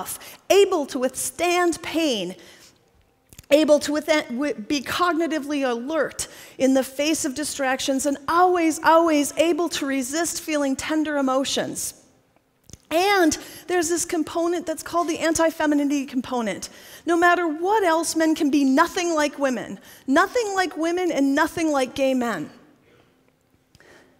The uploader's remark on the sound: TEDxPSU. This talk was given at a TEDx event using the TED conference format but independently organized by a local community.